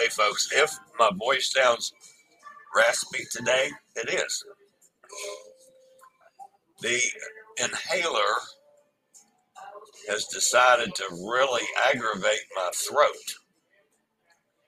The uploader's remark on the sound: LIVE from a San Juan on MSC Seascape